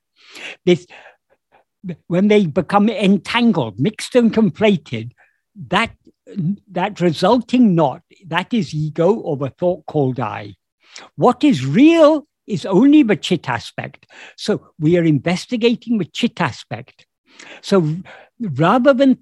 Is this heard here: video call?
yes